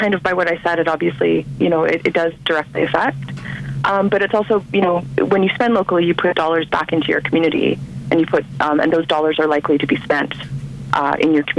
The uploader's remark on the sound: on the phone for the February edition of Bike Bits